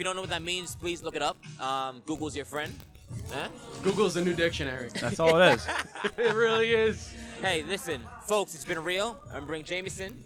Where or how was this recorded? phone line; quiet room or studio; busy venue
busy venue